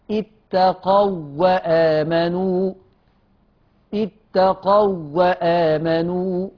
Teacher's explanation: يبقى الواو اللينه اضغمت في الواو المتحركه عشان اضغم في مثله